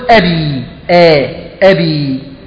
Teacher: فينتقل من حرف حلقي إلى حرف شفوي، ثم ينتقل بعد ذلك إلى حرف من الجوف اللي هو الياء